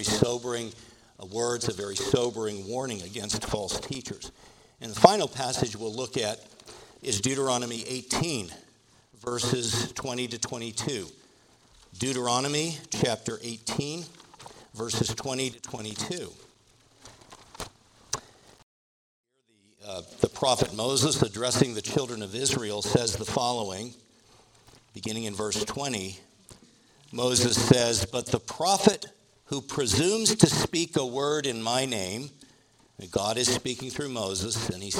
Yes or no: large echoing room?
yes